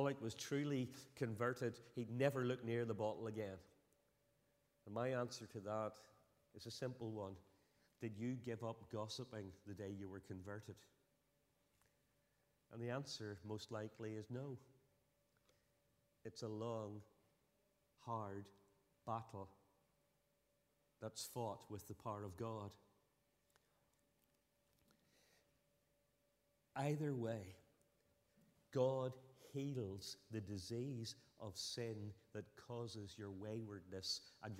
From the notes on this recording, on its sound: Sunday 8th October 2023 evening service.